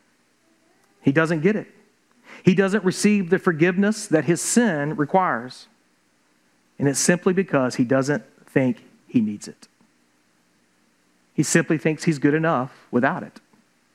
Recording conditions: large echoing room